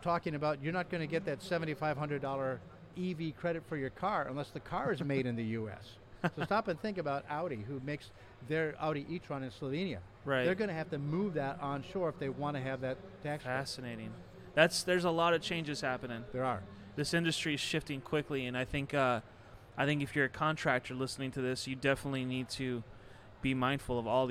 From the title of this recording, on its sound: At Win the Storm 2021